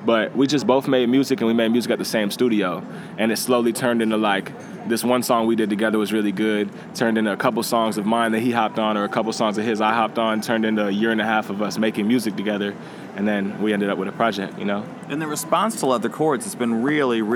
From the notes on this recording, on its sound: Recorded at SXSW 2016